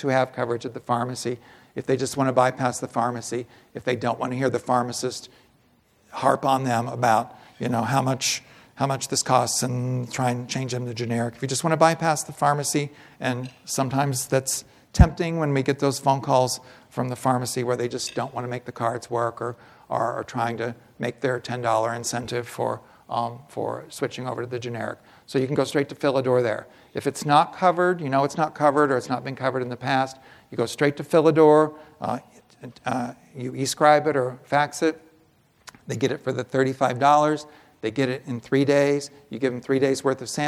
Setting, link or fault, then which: setting, live audience